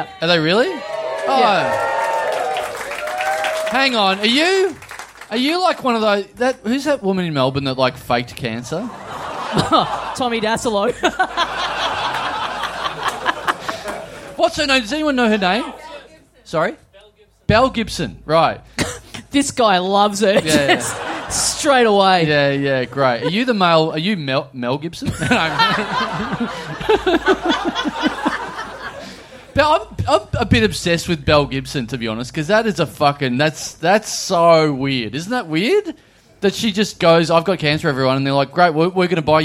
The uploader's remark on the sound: It's our first ever show in Tasmania. We find an audience member in the front row.